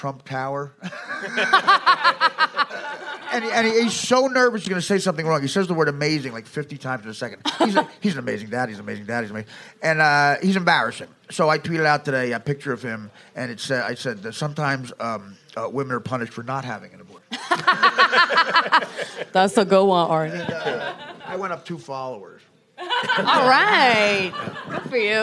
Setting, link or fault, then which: setting, live audience